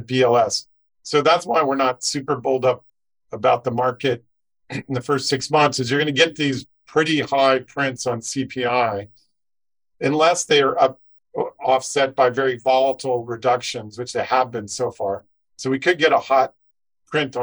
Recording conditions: video call